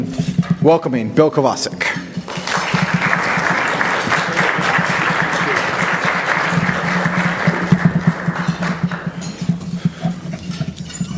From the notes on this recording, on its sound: This episode is from the Keynote Speech of the Gray Center’s October 14 conference